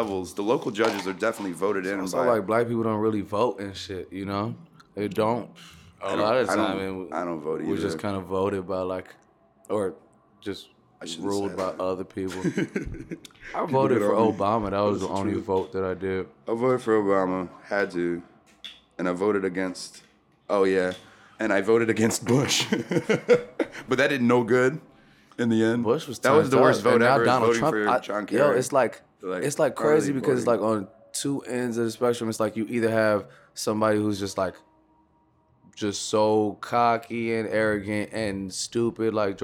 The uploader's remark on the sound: sat down at the Talkhouse Music microphones backstage at the 2015 Pitchfork Music Festival